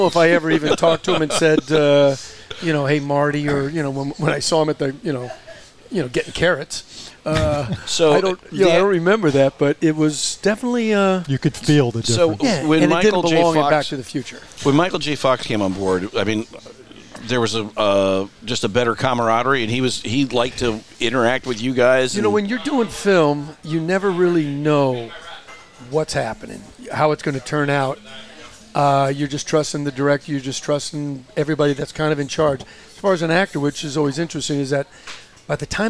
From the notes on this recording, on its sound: Another chapter from The Center of the Coachella Valley Universe - Skip Paige’s Little Bar in Palm Desert. Another chapter from The Center of the Coachella Valley Universe - Skip Paige’s Little Bar in Palm Desert.